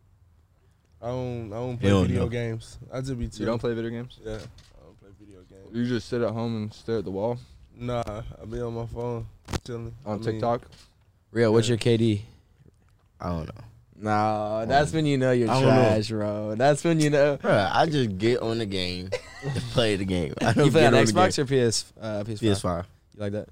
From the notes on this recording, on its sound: Join the boys in the truck.